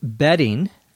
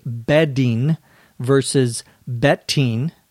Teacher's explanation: There's a word that's pronounced in most cases almost exactly the same, in fact, exactly the same, which is bedding, B-E-T-T-I-N-G. In English, in normal conversation, the D and the T, if they are in between two vowels in a word, are pronounced the same. · Shown in: first take · Although, if someone doesn't quite understand you, they may overpronounce it or hyperpronounce it.